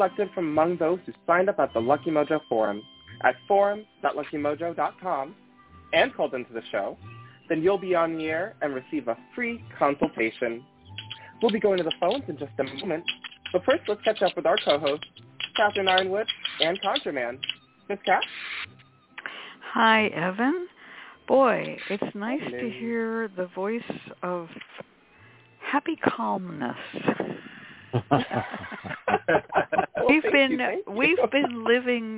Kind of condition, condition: link, phone line